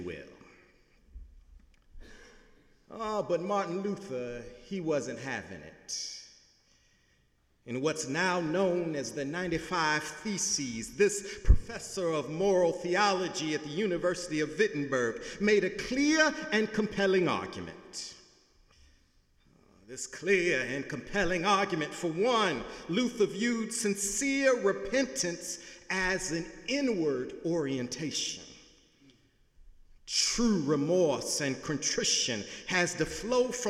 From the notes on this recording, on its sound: Sunday sermon November 5, 2017 in the Memorial Church of Harvard University